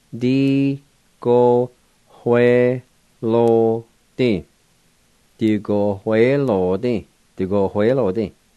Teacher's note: There's a faint H sound between the O and the W.